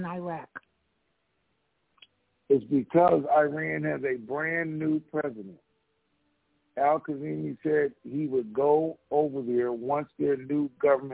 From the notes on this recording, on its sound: TNTSuperfantastic Conference Call